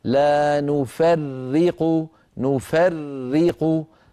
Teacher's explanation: لابد من نطق راءين أولاهما ساكنة والثانية مكسورة · Term: الراء المشددة